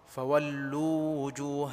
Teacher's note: مكن المد الطبيعي ثم ات بالواو المتحركة · Term: مد تمكين